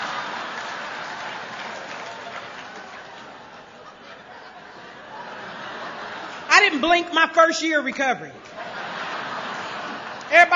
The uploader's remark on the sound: Speaking at the 23rd Gopher State Roundup in Bloomington MN in 2006.